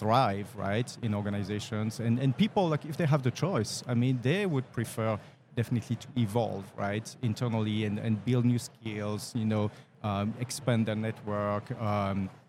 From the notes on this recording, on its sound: Live at the HR tech 2022 conference